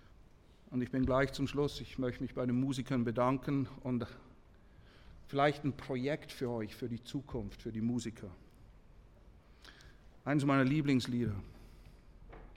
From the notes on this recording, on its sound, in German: Dieser Vortrag wurde auf der Hirtenkonferenz 2023 in Soest aufgezeichnet.